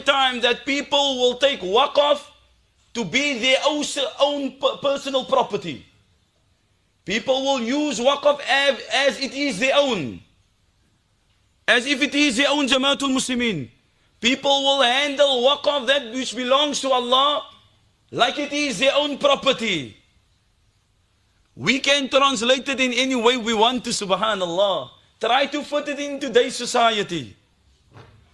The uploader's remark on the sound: Bayview Masjid Jumuah